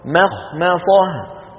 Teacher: من ميم مرققة إلى خاء مفخمة، ثم نعود إلى ميم مرققة، ثم ننطق إيه؟ صاد مفخمة